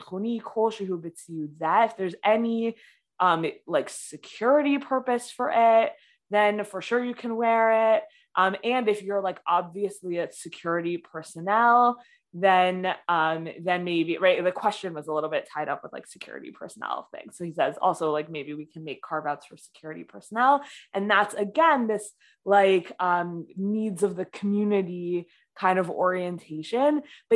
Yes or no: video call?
yes